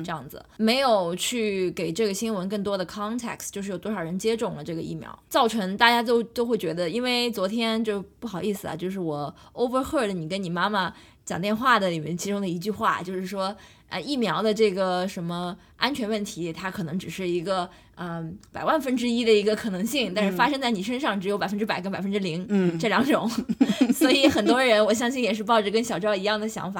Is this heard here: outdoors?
no